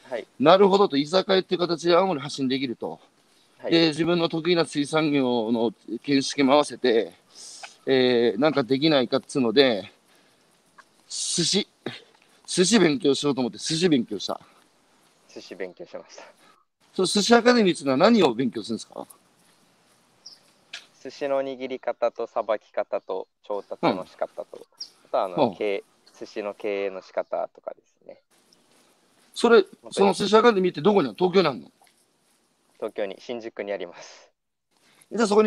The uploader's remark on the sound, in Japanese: 歩きながら1時間、対談する